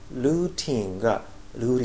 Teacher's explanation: このルーリングっていうのが日本人にはですね、このドゥの音がラ行、ラリルレロに聞こえるんですね · アメリカ人はですね、単語のケツではなくて途中に T があると D になるんです